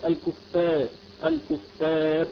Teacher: فإنك تقلل الألف يعني تميلها قليلا